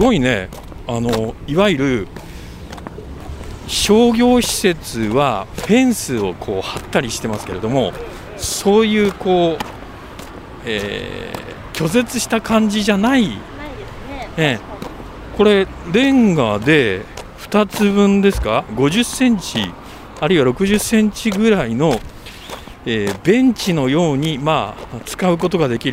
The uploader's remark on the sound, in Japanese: アウトレットを歩く／ジ・アウトレット北九州。鳴り物入りで開業したジ・アウトレット北九州（北九州市）。オープン３カ月の様子を施設の境界線を歩きながら伝える。